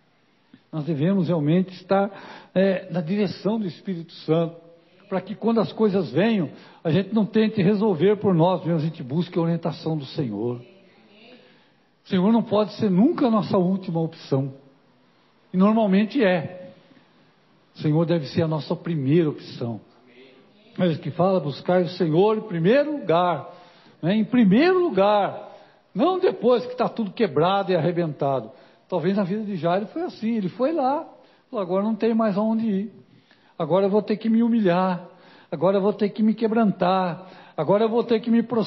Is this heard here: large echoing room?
yes